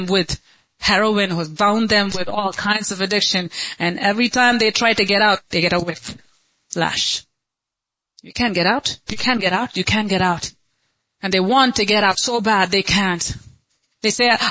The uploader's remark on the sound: Sunday Service - 04.23.2023.